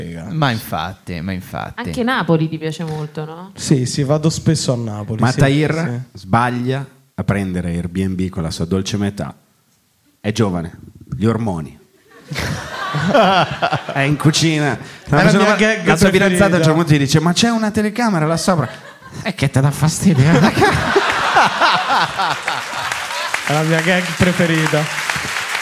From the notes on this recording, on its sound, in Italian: Live dal teatro Franco Parenti di Milano. Con gli aneddoti variegati del pubblico milanese.